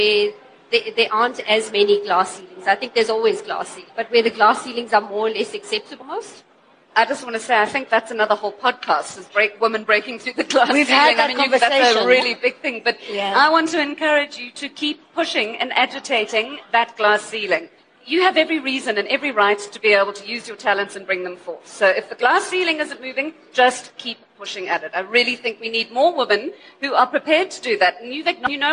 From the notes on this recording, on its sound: In front of a live event audience during the recent LeaderEx 2016 conference at Sandton Convention Centre.